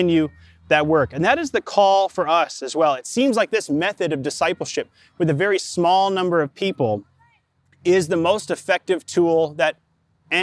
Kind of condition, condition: setting, outdoors